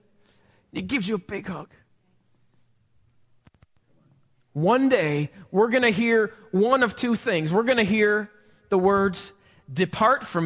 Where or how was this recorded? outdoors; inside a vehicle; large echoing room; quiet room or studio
large echoing room